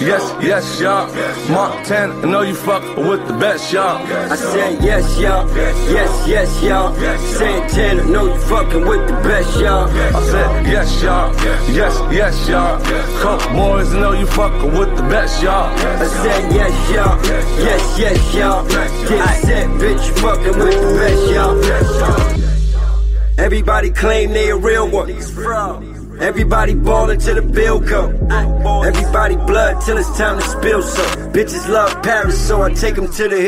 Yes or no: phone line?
yes